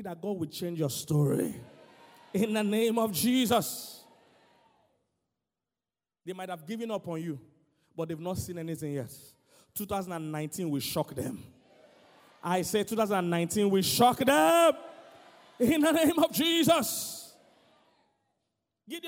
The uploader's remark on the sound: Sermon: GAINING MOMENTUM 2019 CONFERENCE Island- Day 1